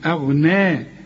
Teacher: وأنه هو خدناها أغنى، هنا ما نقولش أغنى حرقق الهمزة وفخم الغين